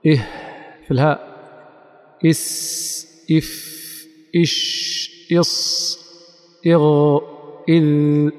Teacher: كلها يجري فيها الهواء والصوت · Term: الحروف الرخوة